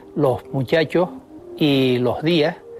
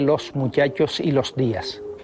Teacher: En primer lugar, aspiran los canarios la S que aparece a final de sílaba. · Shown in: first take · Así se dice en las islas, los muchachos y los días, en lugar de los muchachos y los días. · Term: aspiración